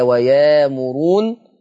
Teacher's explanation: ويأمرون إبدال الهمز الساكن بألف المادية ويامرون